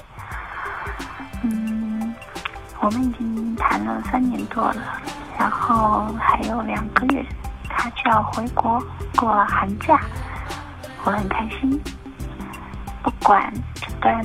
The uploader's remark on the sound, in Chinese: 日本实地录音